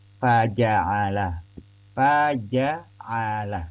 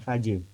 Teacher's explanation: Kita fathahkan huruf jim itu, jangan sampai terkesan kita seperti menjadikan jimnya sukun gitu ya. · Shown in: first take